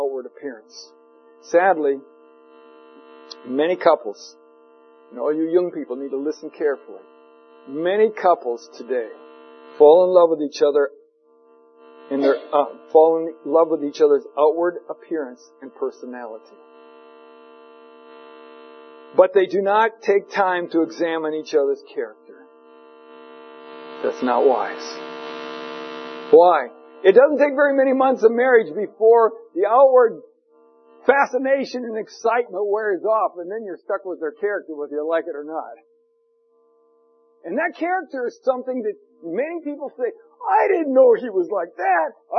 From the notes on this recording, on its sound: For an unknown reason, there is a hiss in the recording.